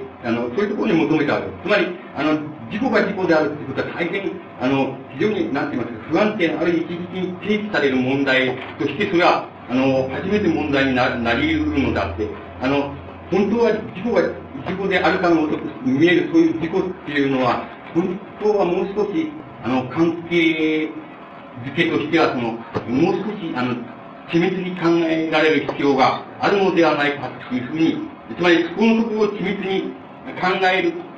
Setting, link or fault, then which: fault, background noise